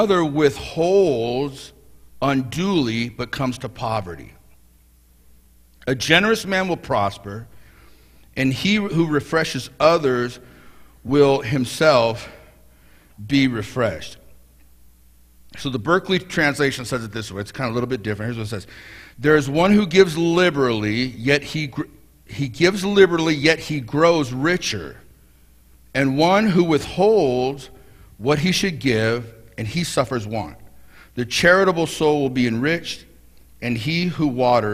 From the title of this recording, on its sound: Mt. Zion Church Live!